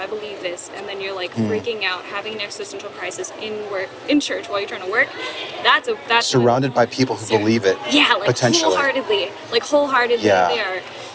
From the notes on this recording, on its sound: Location: San Antonio, Texas. Audio correction provided by Philipp Grzemba. Sorry also about the noise. While we both likely understand that I have no control over the background noise in this spot, I am sorry for the challenging audio. Something that comes with filming in public, I suppose. Recorded w/Go-Pro.